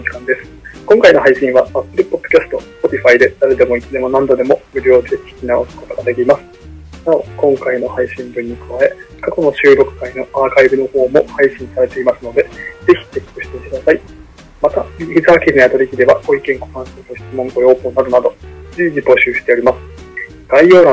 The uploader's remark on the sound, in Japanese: 電話収録の為音声が聞き取りにくい場合がございます。